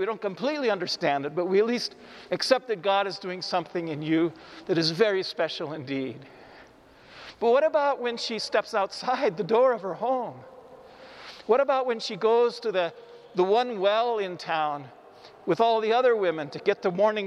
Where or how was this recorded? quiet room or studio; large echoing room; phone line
large echoing room